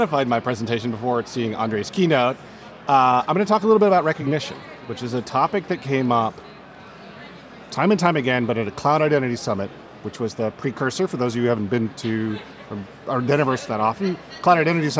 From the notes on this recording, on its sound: Recorded live at the Identiverse 2023 conference.